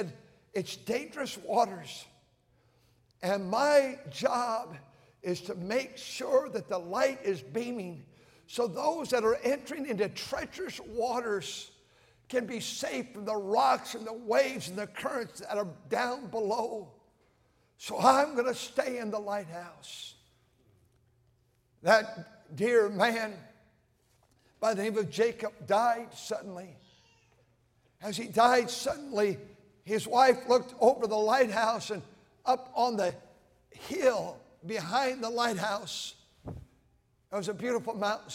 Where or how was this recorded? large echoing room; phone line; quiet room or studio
large echoing room